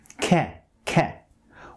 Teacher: You also need to observe that the lips are also doing some work. When you pronounce the ke sound, your lips are doing like a smiling movement.